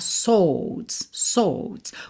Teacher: como se fosse um S, O bem longo, meio fechado e DS já